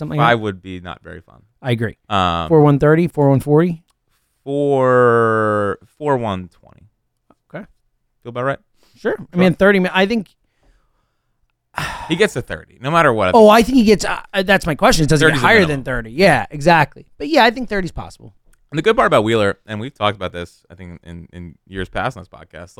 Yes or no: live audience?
no